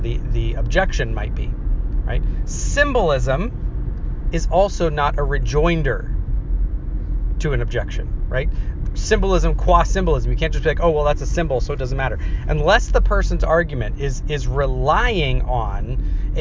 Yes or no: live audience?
no